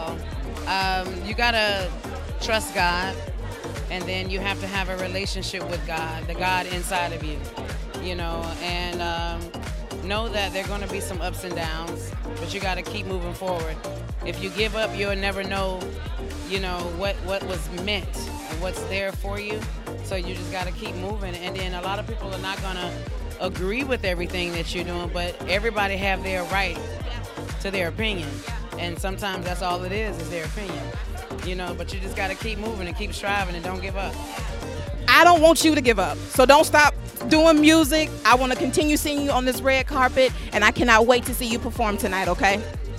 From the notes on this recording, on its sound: live on the red carpet for the 2020 Super Bowl Gospel Celebration in Miami, Florida!